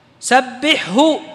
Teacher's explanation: وأظهر الحاء مع الهاء في قوله سبحه، سبحه من الحلق، الحاء مع الهاء هذا متقاربين، ننتبه لهذا.